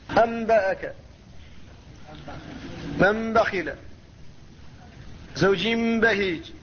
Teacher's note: فالقلب هو قلب النون الساكنة والتنوين ميما قبل الباء فإذا اتصلت النون الساكنة أو التنوين بباء فإن النون تقلب ميما في النطق وتبقى في الكتابة نونا فهي تبقى في الكتابة نونا فيقال القلب قد سبق تعريفه أنه دار حرف بآخر فهذه النون أبدلناها ميما عند النطق بها قبل الباء